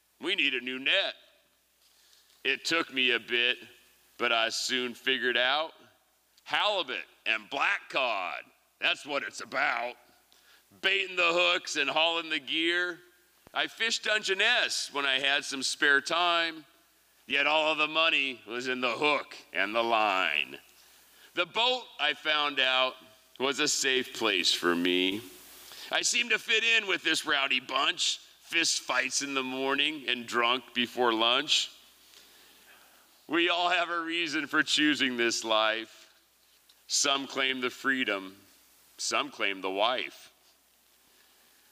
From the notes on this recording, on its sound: Liberty Theatre-Saturday Night-Second Set. These performances were recorded at the Liberty Theatre on Saturday, February 25th, 2023.